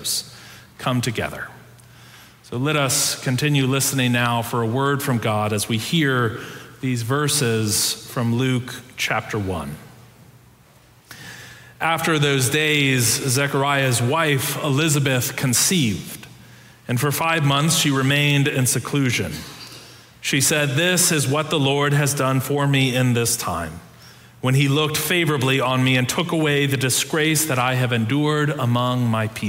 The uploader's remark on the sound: Preached on December 5, 2022, in our Sanctuary and MorningSong worship services.